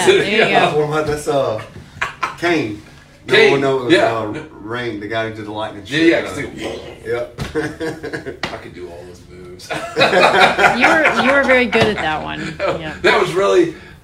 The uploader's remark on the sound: Recorded in South Carolina at Siren's Cove Tattoo.